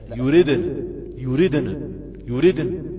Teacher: وما تقلقلش النون، تقف عليها بالتسكين المحض طالما ان الكسر هنا كسر ثابت في حالة الوصل فقط، وعند الوقف يسكن وهي غير ثابت فيها الياء.